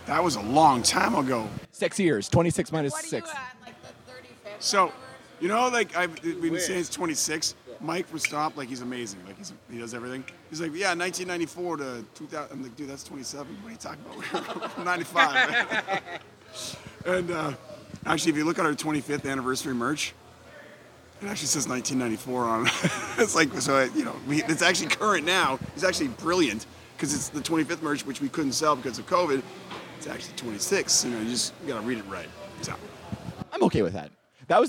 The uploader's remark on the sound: live from the Stomp 26 Anniversary Show in Edmonton!